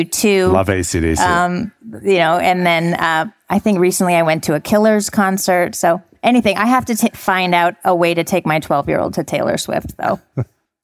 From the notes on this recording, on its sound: Live from Dreamforce. We’re bringing you straight to a live interview at Dreamforce.